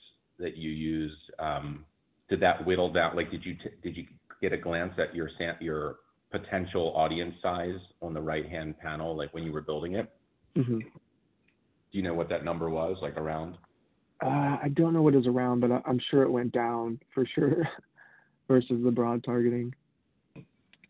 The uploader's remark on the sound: Recorded phone call. I did a phone call with someone who wanted to know how to get leads for his roofing company.